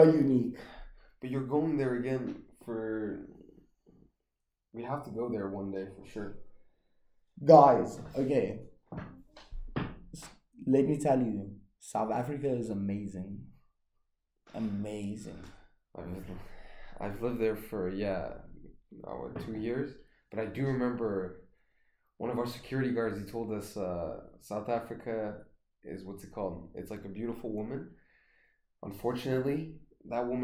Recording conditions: poor microphone